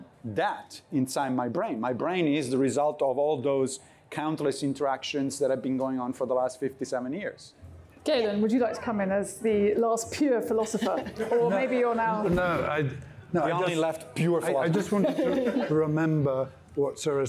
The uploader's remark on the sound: This episode was recorded live at our philosophy festival HowTheLightGetsIn.